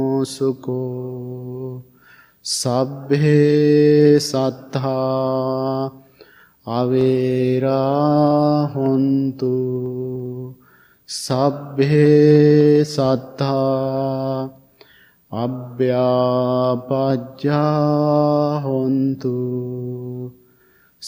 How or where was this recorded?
large echoing room